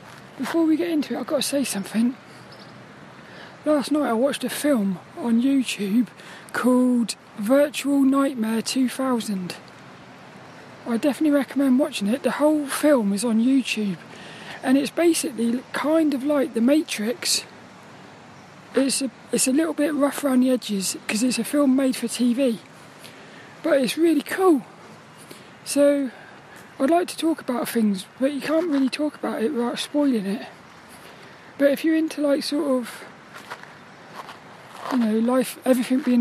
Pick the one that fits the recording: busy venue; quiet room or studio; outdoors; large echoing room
outdoors